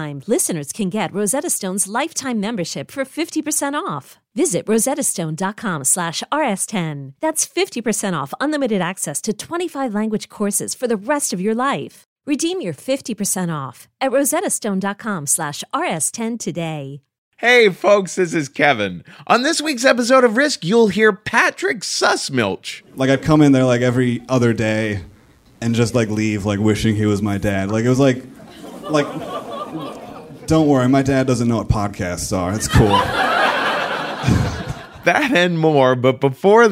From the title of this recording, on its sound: Live From Minneapolis